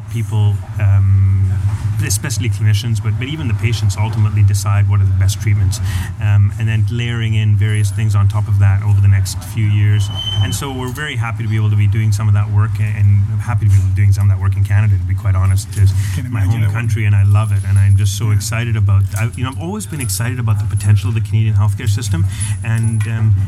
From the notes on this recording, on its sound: 40 degrees celsius, sitting outside. In an awesome coffee-bar in Scheveningen (The Hague).